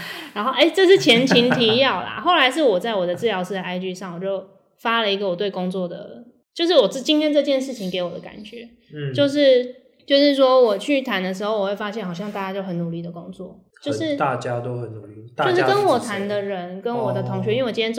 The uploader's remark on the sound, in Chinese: 本次錄音收音設定上有問題，一直錄到衣服的沙沙聲。